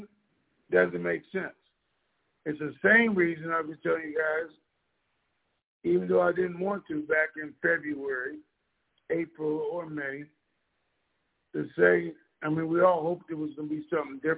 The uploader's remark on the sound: TNTSuperfantastic Conference Call.